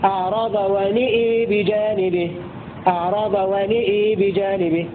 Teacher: أمال النون والهمزة في الموضعين خلف والكساء · Term: إمالة النون والهمزة